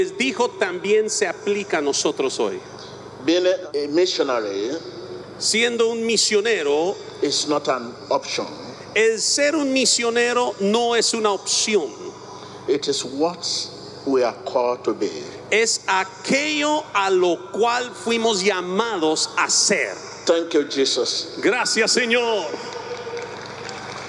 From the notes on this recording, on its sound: Groundbreaking crusade at the Monumental Stadium in Lima. Almost 60,000 gathered to hear this inspiring sermon delivered on the first day!